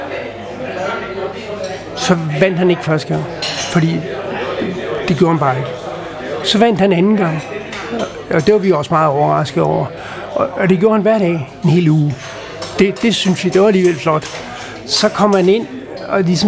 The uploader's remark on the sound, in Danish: Optaget på Axelborg Bodega, København